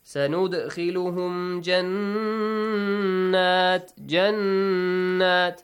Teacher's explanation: Noon mushaddad will be pronounced with an extension and a nasal sound.